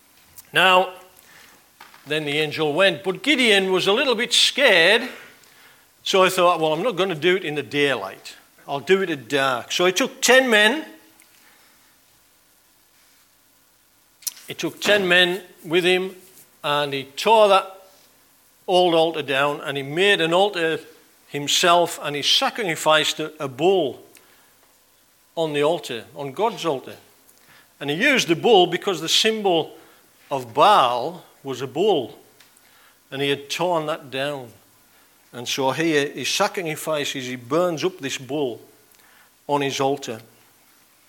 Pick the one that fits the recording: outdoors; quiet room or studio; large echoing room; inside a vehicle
large echoing room